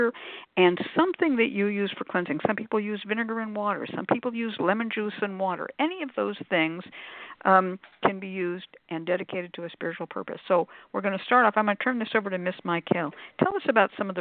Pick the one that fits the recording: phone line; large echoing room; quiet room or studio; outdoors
phone line